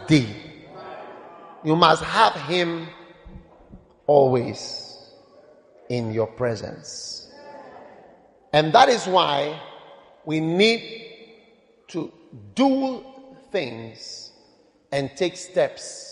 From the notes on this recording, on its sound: Preached at Lighthouse Chapel International, Nyarnyano Cathedral.